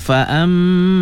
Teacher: Contoh ya, contoh pada ayat yang ke 37, fa amma ya, jangan fa amma, fa amma, dengungnya ada cuma kurang ya, tambahkan sikit lamanya · Term: gunnah